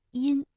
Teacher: 前鼻音呢，口型相对比较扁、比较窄